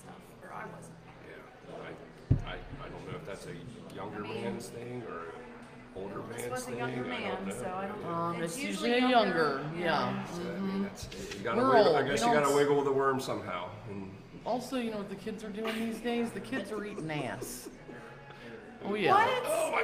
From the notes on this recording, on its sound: We are LIVE at Pandemonium in Latonia, KY